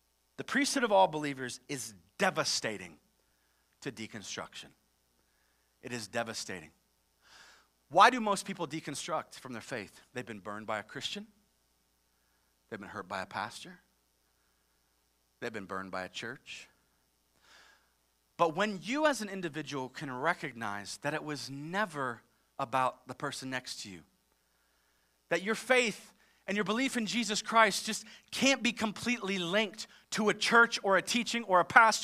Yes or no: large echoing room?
yes